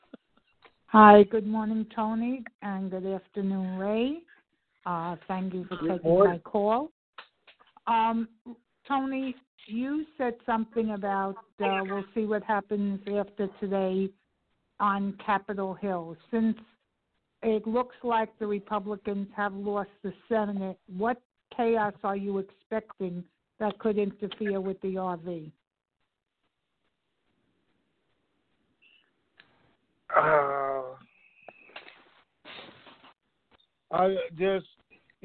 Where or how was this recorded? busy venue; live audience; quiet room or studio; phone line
phone line